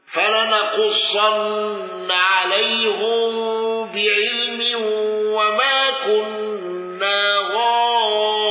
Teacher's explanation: يعقوب بضم هاء عليهم